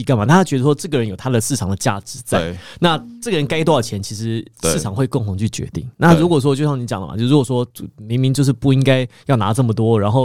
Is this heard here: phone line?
no